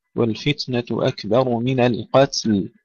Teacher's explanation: ننتبه عند الوقف على مثل كلمة القتل إلى سكون التاء مع همسها وإظهار اللام